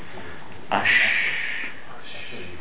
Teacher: Do you feel the air on your teeth? That's a tafashi.